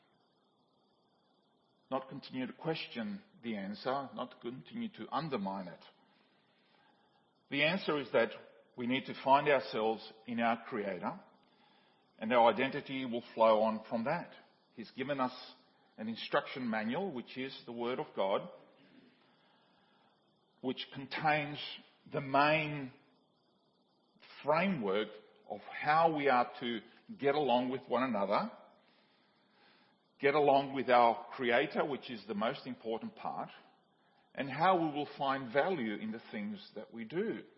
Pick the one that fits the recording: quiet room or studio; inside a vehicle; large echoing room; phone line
large echoing room